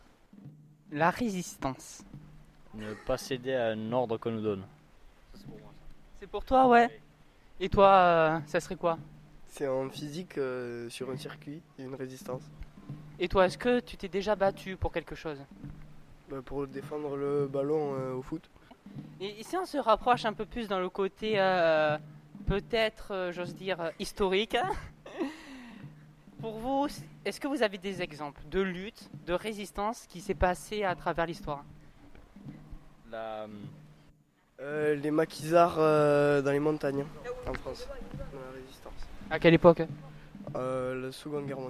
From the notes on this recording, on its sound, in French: Micro-trottoir sur le thème de l'engagement.